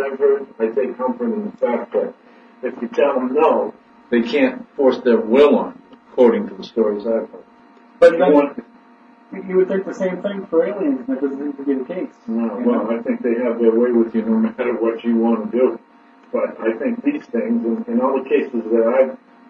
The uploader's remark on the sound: With the Red Sox booting us off the WBSM airwaves, we attempt to record a podcast-only show through our webcam audio. Some technical problems hampered the quality of the audio. We do apologize for the poor quality of the audio.